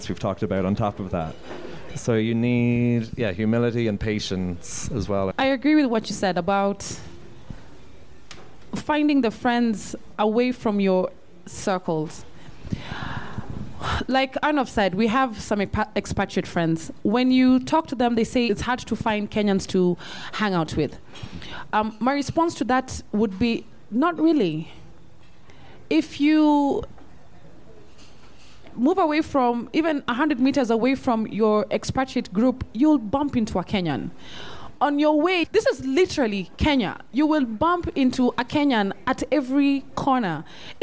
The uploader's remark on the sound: comes from a live panel event held on March 10th in Nairobi